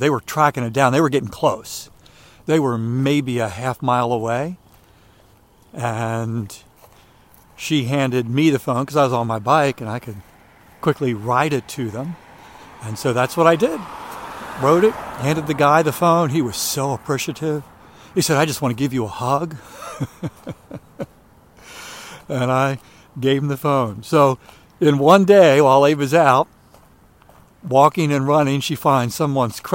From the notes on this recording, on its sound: During today's ten-minute walk